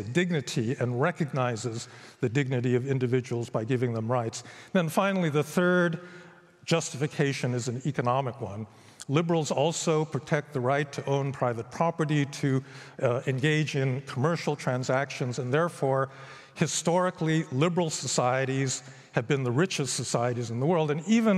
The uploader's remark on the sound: recorded at the 2023 Oslo Freedom Forum